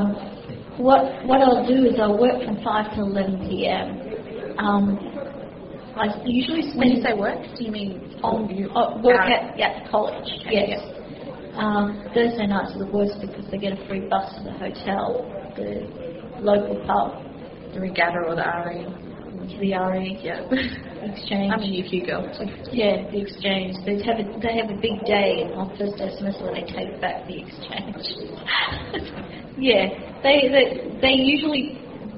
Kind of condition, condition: setting, large echoing room